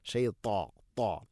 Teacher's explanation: ഇത്തുബാഖ് എന്ന സിഫത്ത് നൽകി നാവിൻ്റെ മധ്യഭാഗം അണ്ണാക്കിലേക്ക് ചേർന്ന് നിൽക്കണം.